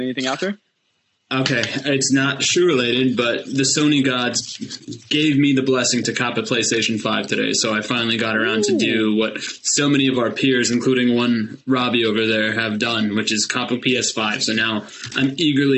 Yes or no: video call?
yes